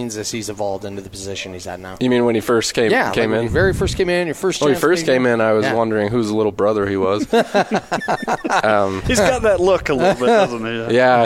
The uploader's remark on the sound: live from BYU Football Media Day